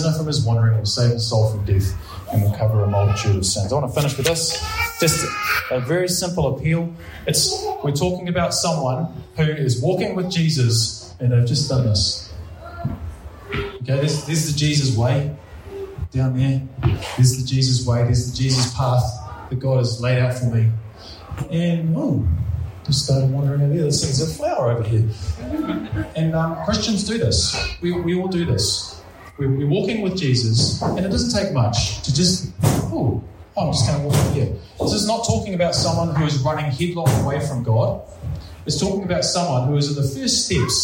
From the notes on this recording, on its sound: Preached at Ngaruawahia